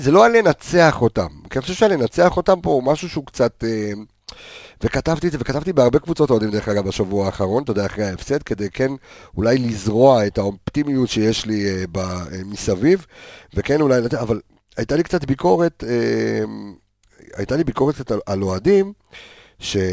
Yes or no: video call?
no